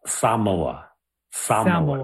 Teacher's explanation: More of like an emphasis on the first syllable